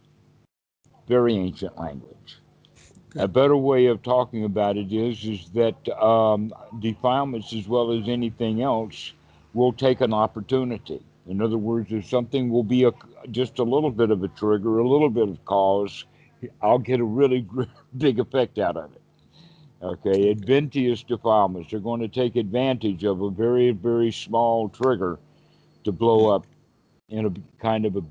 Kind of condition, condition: link, video call